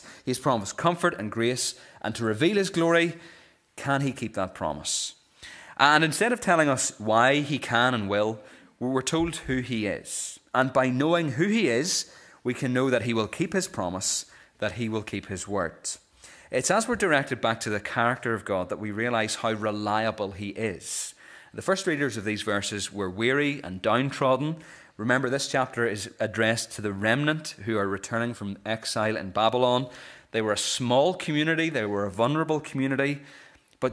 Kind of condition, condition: setting, large echoing room